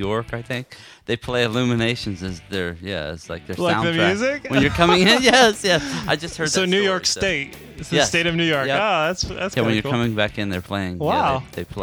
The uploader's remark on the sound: Finally we immurse you in stereo audio of this fun parade.